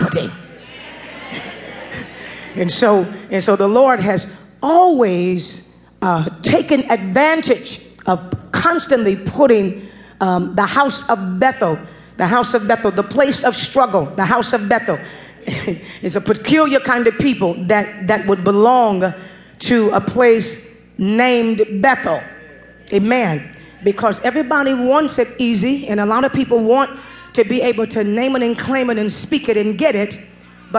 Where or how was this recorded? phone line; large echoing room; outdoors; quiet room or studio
large echoing room